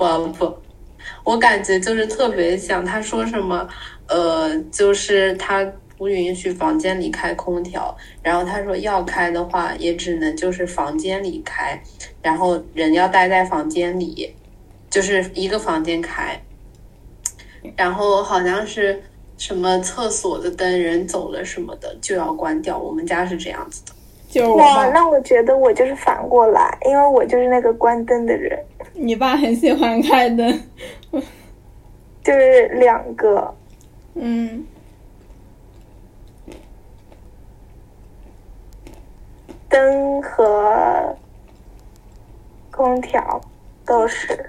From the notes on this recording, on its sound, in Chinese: 在线上录制如此的随意（又吃零食，又洗衣服）。精致的呆在隔离酒店。